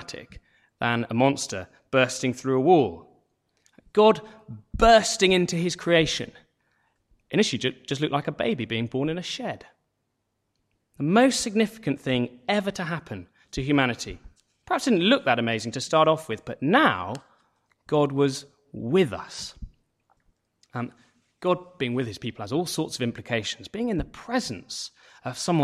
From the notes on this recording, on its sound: Sermon from St David's Church Moreton-in-Marsh, Evening Carol Service